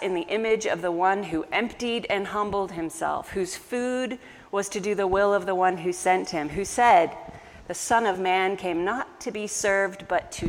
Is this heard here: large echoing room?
yes